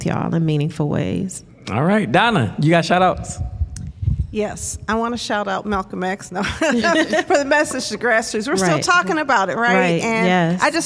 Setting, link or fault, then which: setting, live audience